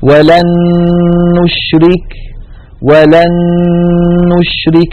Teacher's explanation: لاحظوا بأن النون الأولى قد صارت مع النون الثانية نونا واحدة مشددة · Term: إدغام